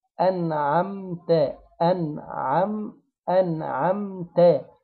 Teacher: مبتسم عشان ده أو شبه مبتسم، يعني أن أنعمت أنعم أنعمت، الكلمة كلها مرققة، الشفتين بيتحركوا تحريك بسيط لكن مفيش ضم للشفتين ولا كسر ليهم